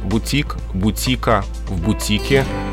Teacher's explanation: На «и», а бутик производный, заимствованный из французского, ударение на последний слог «и» во всех формах этого слова